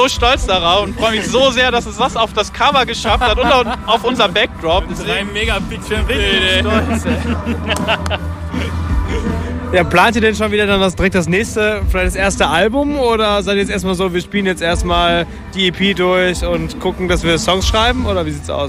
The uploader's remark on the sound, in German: beim Green Juice Festival abgegriffen